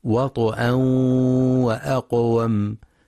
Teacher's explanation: الصواب تحقيق الإدغام بغنة في التنوين عند التقائه بالواو إلا في رواية خلف عن حمزة الزيات الكوفي.